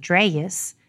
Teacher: Typically, as these vowels change, they're drawn out and given a little extra sound on the end, so that dress actually sounds more like dreyus · Term: elongated two-part vowels